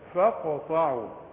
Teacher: إذا لقيت قاف عليها السكون قلقلها، تقول فقا وقلقلت ازاي القاف ازاي؟ أقفل الهواء عند الحنجرة وبعدين أسيب شوية الهواء تحصل قلقلة القاف